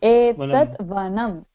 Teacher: Make sure you end with the M at the end, not Ma.